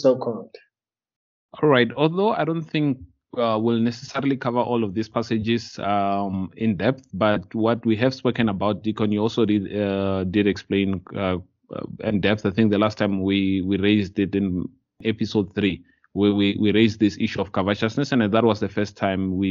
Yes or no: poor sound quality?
no